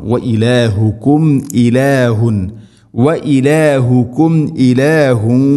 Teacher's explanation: സാക്കിന മീമിന് ശേഷം ഹംസ വന്നാൽ ഇസ്ഹാറാണ് വെളിവാക്കി ഉച്ചരിക്കണം അഥവാ ഹംസ ക്ലിയർ ആയിട്ട് കേൾക്കണം